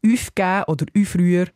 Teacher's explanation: Eine Lautveränderung zum Gaumen hin, aus dem U, hebt sich der Zungenrücken zum Ü, und darum sagt man dann Palatalisierung.